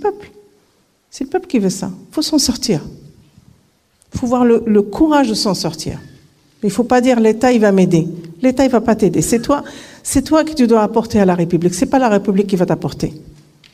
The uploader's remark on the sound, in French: À la Salle Bizet de Vauvert à l’invitation du collectif du printemps de l’éducation contre le racisme et les discriminations en petite camargue. Nous avons eu la chance d'enregistrer l’intégralité de sa conférence. D’une heure d’échanges (questions réponses) avec le public venu malheureusement trop peu nombreux.